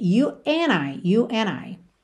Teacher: Pulou o D ali do and completamente